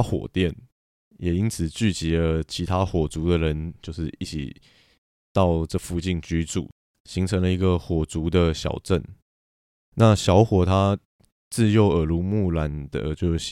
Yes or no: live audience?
no